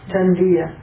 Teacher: So the u becomes va, tanvia. The u changes to vakara, so it's simple yan sandhi